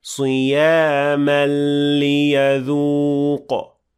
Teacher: there is إدغام كامل without غنة